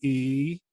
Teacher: if we're on the West Coast, it might even be lower and lax, and it might be E.